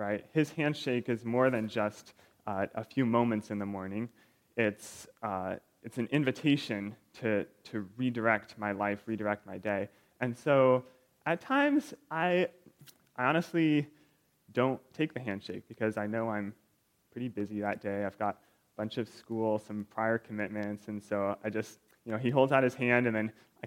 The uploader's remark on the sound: Recorded February 25, 2023, at Ringgold Seventh-day Adventist Church.